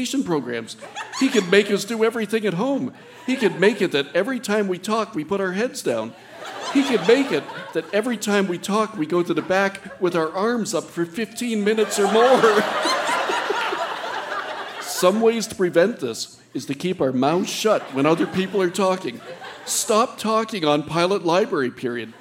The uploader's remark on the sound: Recorded live at the Park Theatre in Winnipeg, MB.